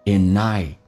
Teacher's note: ndnt 结尾，一般 td 不发音，用前面的 n 进行连音